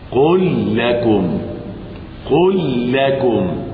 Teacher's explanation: اذا وقع بعدها لام تضغم للتماثل لام في لام